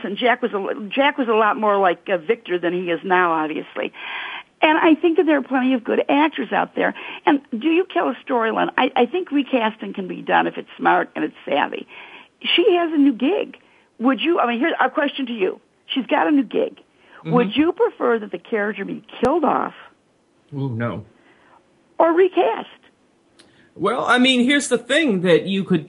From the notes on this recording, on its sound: This week, the topic is up for grabs as the phone lines are opened up to fans.